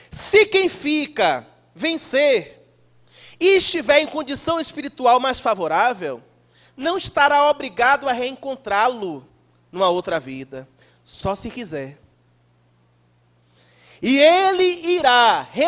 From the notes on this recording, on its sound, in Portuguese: palestra transmitida ao vivo pela RAETV em 18/07/2018 no Centro Espírita Irmã Angélica em Araçatuba-SP